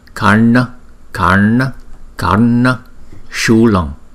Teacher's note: Chữ N có dấu chấm thì chúng ta đọc cong lưỡi lại và cái hơi từ trong cái vòm họng chúng ta đọc ra